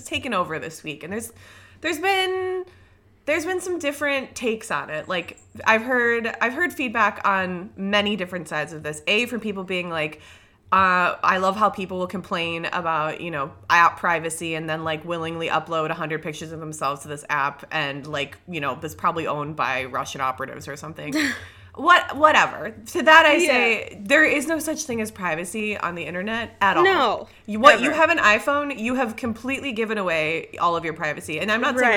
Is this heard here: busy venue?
no